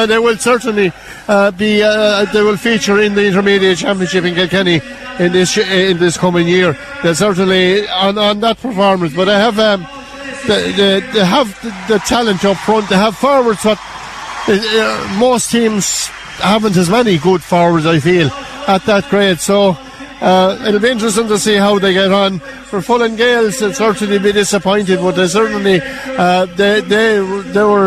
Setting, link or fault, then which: setting, busy venue